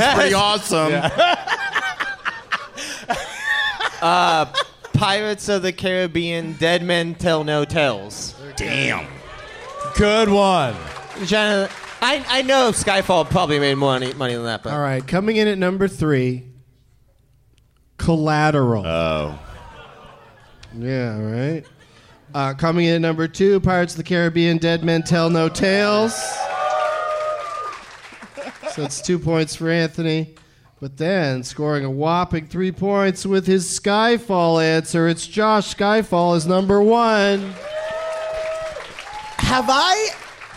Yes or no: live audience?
yes